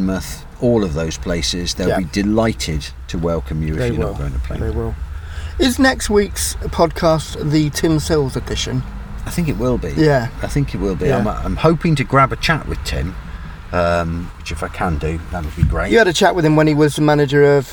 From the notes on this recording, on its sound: In the car studio. Stuck in a crowded Seale Hayne car park.